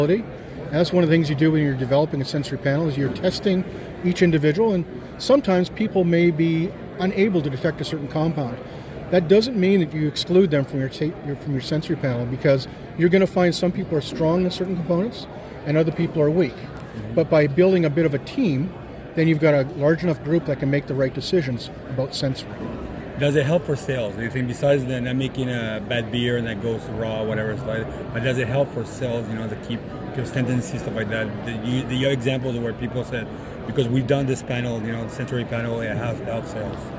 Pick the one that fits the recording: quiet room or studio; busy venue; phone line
busy venue